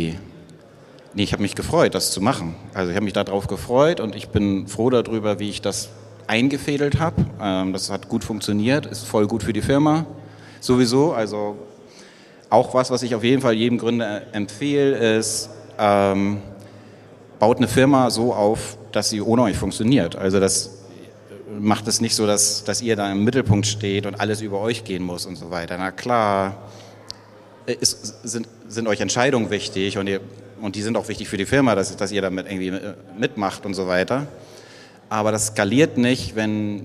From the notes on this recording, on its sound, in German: Ersten Live-Aufnahme von Business unplugged, die ich im Rahmen des Waterkant Festivals.